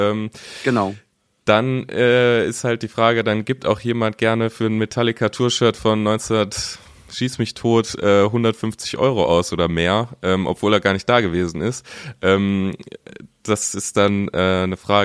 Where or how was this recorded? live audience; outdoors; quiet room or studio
quiet room or studio